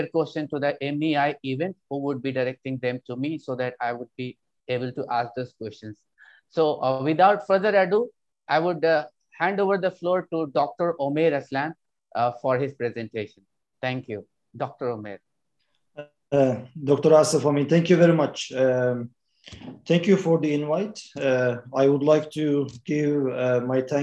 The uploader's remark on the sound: This public talk was conducted online via Zoom